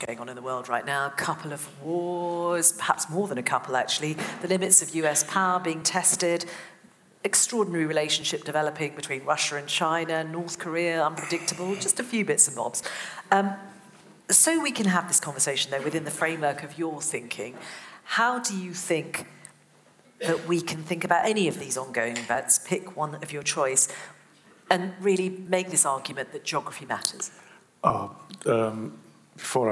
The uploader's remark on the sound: An Intelligence Squared live event. At London’s Conway Hall. It was a packed house.